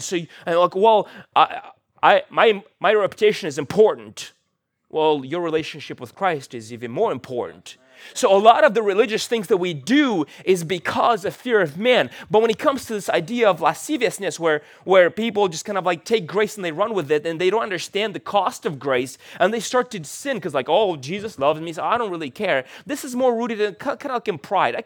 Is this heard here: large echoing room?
yes